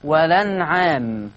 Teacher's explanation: عندنا في الآية 14 عندنا أولا كلمة والأنعام، طبعا معروفة لدى الجميع إن فيها هذا اللفظ فيه النقل، ولما هنقل حركة الهمزة إلى اللام فتصير اللام مفتوحة